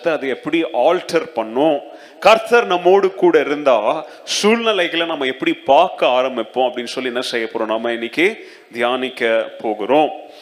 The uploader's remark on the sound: Second Service Sermon Live